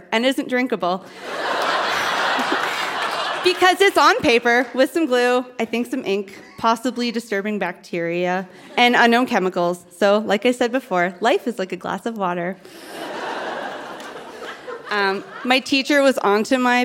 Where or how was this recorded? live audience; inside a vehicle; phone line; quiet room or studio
live audience